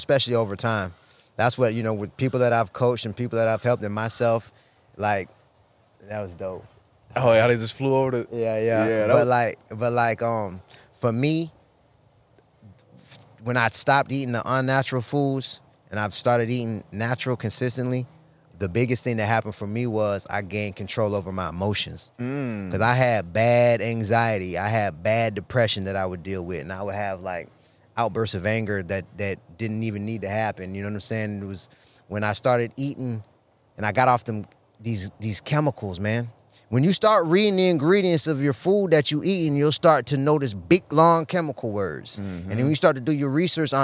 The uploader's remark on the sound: Our conversation took place in the great outdoors, surrounded by the tranquility of nature, right next to the newly planted mamey tree.